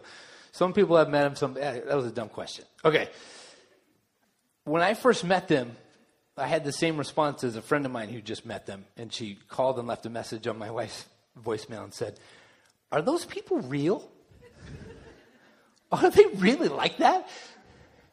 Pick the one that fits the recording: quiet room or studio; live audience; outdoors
live audience